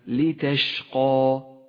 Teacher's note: المثال التالي على الألف المفخمة في كلمة لتشقى. لتشقى، فخمت الألف المقصورة في هذه الكلمة لأنها سبقت بحرف مفخم، والألف تتبع ما قبلها في الترقيق والتفخيم، اقرأ هكذا ما أنزلنا عليك القرآن لتشقى.